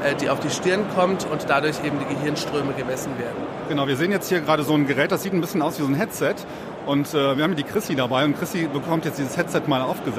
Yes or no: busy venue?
yes